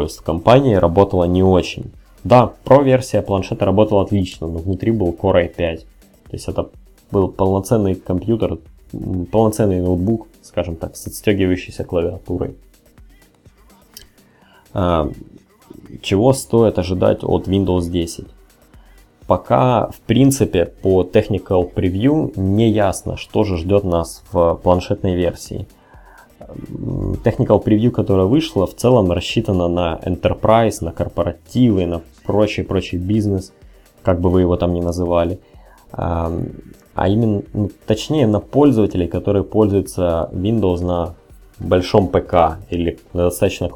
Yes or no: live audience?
no